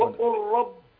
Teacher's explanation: ادغام اللام في الراء · اللام لا تسمع لا تنطق